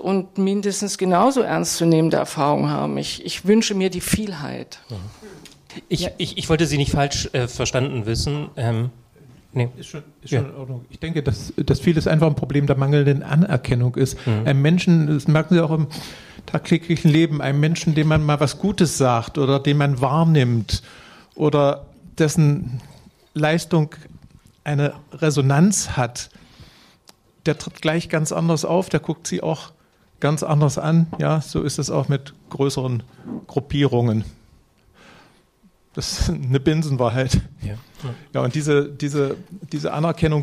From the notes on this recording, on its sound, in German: Mit einer Podiumsdiskussion in der Weimarer LiteraturEtage.